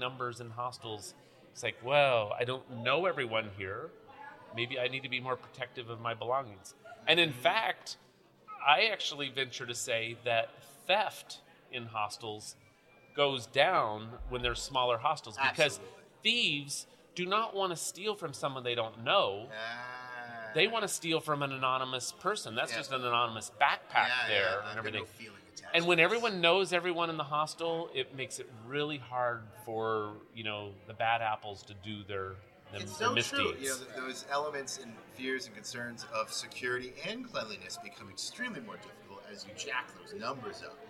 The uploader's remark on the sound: At The American Hostel Conference